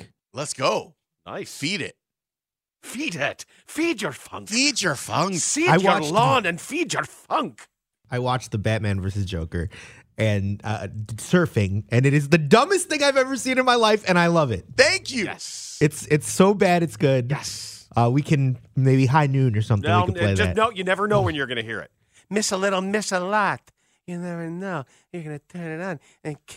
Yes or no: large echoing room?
no